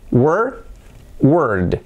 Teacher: ¿Qué ocurre con la D? Que es un sonido sonoro. Sonoro quiere decir que activa las cuerdas vocales. Y lo que hace es alargar mucho la palabra.